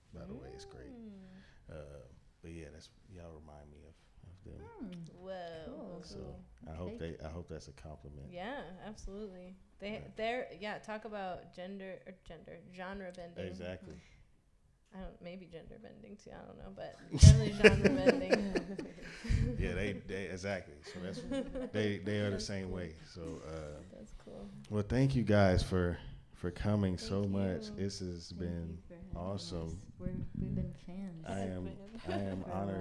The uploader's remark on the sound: Live at The Woodshop